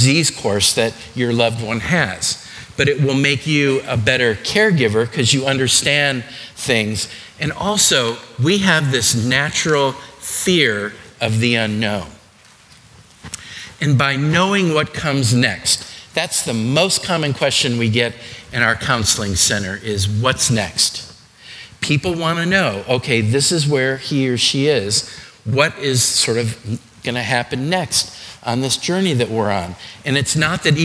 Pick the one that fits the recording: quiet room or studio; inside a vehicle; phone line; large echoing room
large echoing room